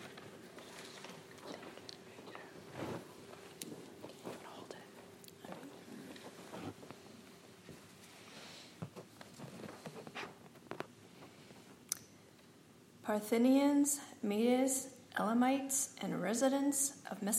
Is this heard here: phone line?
no